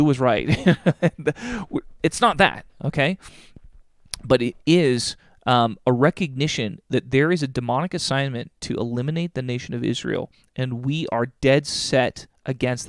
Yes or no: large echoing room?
no